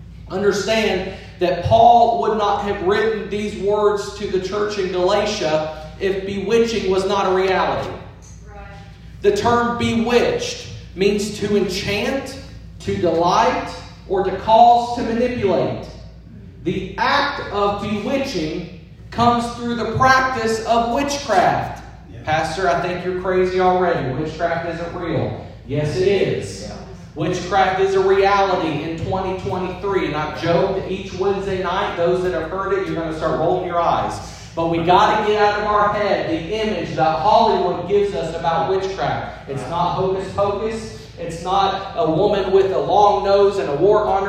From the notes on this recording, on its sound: This episode is a different format than our normal episodes as it includes a sermon preached at our church in Tennessee.